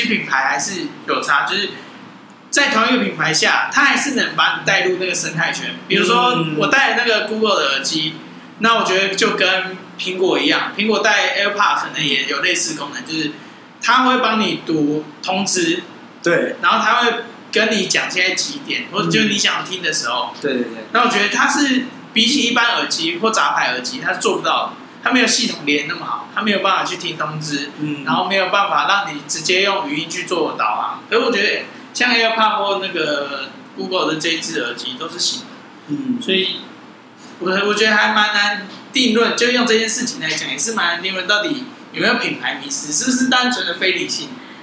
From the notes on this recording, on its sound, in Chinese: 錄音地點｜ 藍色咖啡館 108台北市萬華區大理街131號。